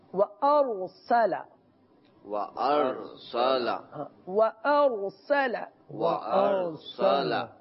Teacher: شروع میں واو ہے اور ہونٹ گول کر کے اس کو ادا کیا جا رہا ہے